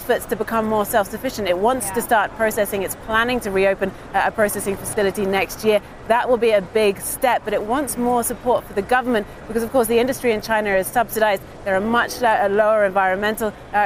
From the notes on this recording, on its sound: First Move is live from the New York Stock Exchange